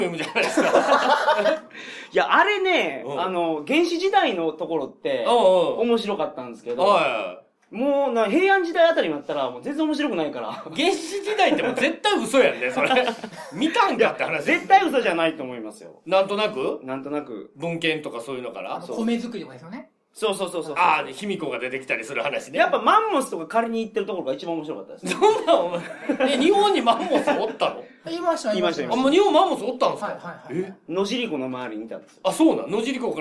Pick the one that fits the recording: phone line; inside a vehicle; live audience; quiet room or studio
live audience